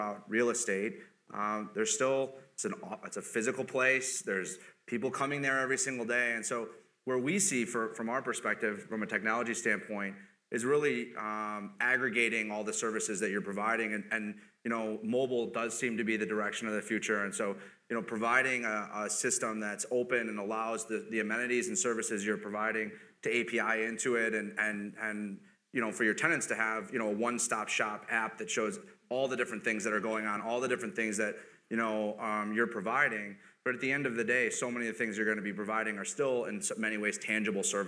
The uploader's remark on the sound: Chicago Luncheon Mar 10, 2016. A lively panel discussion.